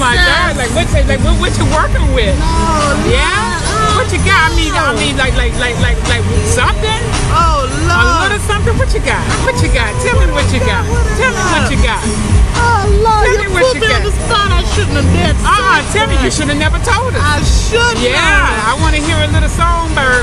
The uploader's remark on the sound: Coming at you from the annual Swamp Homecoming Festival 2022